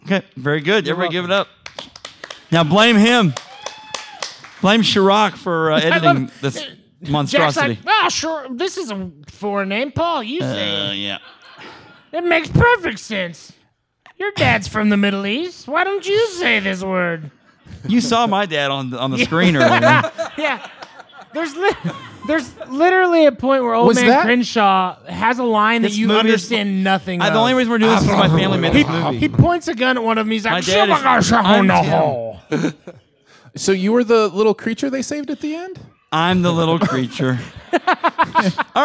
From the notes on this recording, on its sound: You get a great episode recorded in front of a live studio audience.